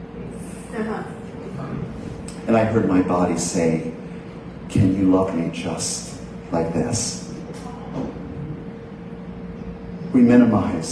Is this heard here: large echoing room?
yes